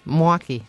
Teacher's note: now that I think about it, I don't say the L in Milwaukee.